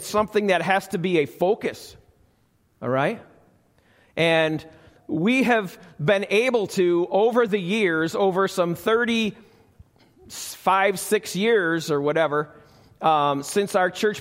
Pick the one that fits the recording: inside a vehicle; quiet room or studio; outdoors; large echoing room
large echoing room